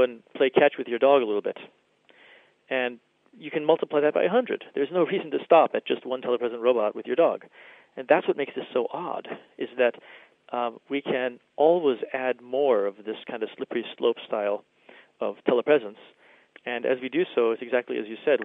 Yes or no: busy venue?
no